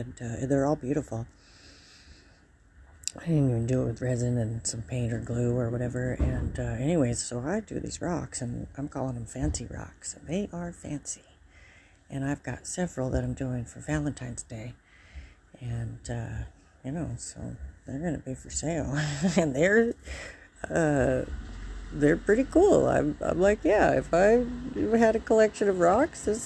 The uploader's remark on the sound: I am outside on my front porch enjoying the sun.